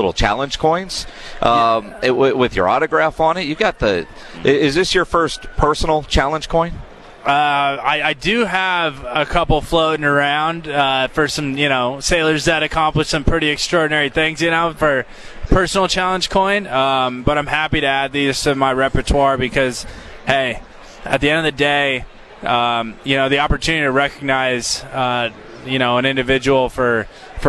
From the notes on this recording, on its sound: Live from Day 3 of Media Row in Las Vegas